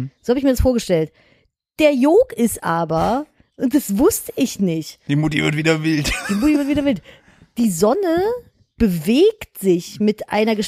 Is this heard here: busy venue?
no